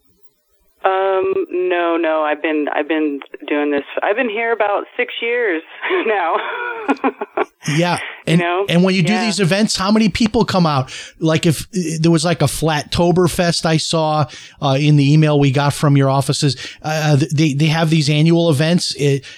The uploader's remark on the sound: opens up the phone lines and even a former commercial pilot calls